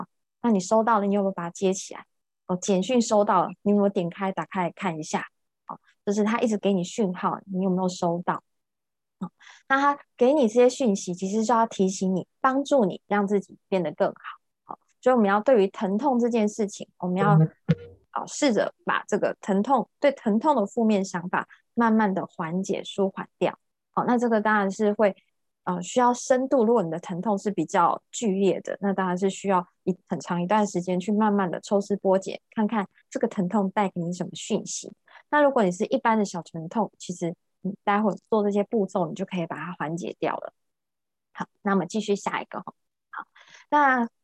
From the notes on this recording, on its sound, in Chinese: 聊聊好心芹ZOOM線上公益講座。